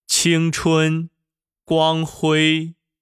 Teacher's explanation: 发阴平的时候，声带绷到最紧，始终没有明显变化，并且我们要保持音高。例如，青春、光辉。第二个声调阳平，阳平起音要比阴平稍低，然后慢慢升到最高。用五度标记法表示，就是从三升到五。写作三五，在发阳平的时候，声带从不松不紧开始，逐步绷紧，直到最紧，声音从不低不高到最高。例如，人民银行。第三个声调是上声，上声起音半低，先降后升。用五度标记法表示，是从二先降到一，再升到四，写作二一四。在发上声的时候，声带从略微有些紧张开始，立刻松弛下来，稍稍延长，然后迅速绷紧，但是没有绷到最紧，音高也没有再转到最高。例如，永远。友好。第四个声调去声，去声起音比较高，接着是往下滑。用五度标记法表示，是从五降到一，写作五一。在发去声的时候，声带从紧开始到完全松弛为止，声音是从高到低，音长是最短的。例如。报告胜利。有一些词语是按阴阳上去的顺序进行拼读的，比如山河美丽、千锤百炼、光明磊落、花红柳绿。平时我们可以借助一些字词对声调进行练习。在这里，希望每一位朋友都能够发出到位、标准的普通话声调。